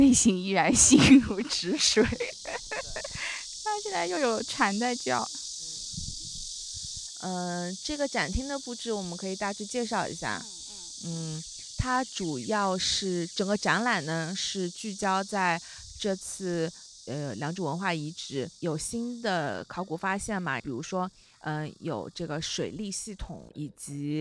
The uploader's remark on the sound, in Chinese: 参观了杭州良渚文化中心（由安藤忠雄设计）和良渚博物院（由大卫·奇普菲尔德设计）。全程都是在室外录音的，背景声里还录到了蝉鸣、鸟叫、飞机、甚至还有卖臭豆腐的小摊儿。由于收音效果不太好，录音较轻，可能麻烦大家听节目时调节音量了。